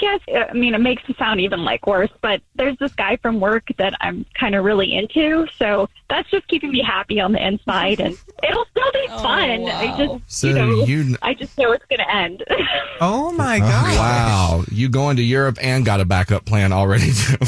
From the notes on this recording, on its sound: One of our listeners is on the phone